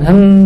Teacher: Kalau misalkan hem, itu dia 100% di hidung.